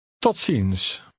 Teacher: The Z is pronounced like an S when it follows a T, P, or K sound.